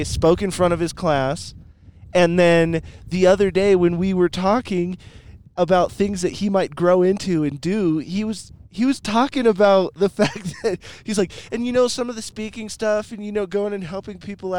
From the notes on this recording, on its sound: I got the chance to sit down in my truck, on the top of a mountain.